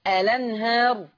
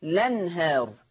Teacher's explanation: اما ان انا اثبات همزة الوصل فاقول الأنهار، او حذف همزة الوصل فتصير لنهار. يبقى اذا انا ليا كيفيتين، يا اما اثبت همزة الوصل الأنهار، يا اما حذف همزة الوصل فتصير لنهار، تمام كده؟